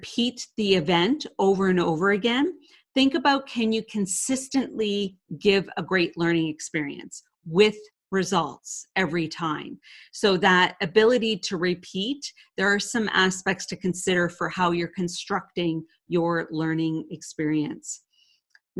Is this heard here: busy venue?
no